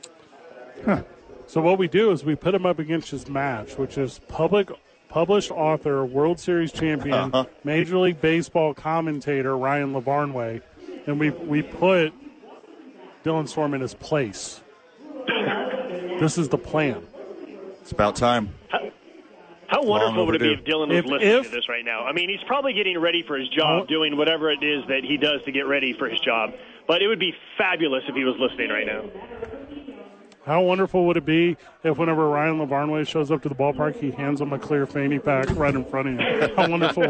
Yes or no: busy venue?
yes